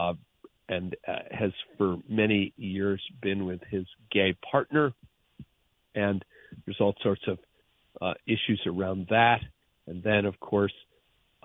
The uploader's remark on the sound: Listener Phone Calls. Takes calls from his listeners.